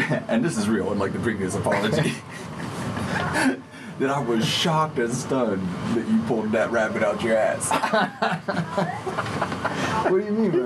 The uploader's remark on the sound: There are some audio issues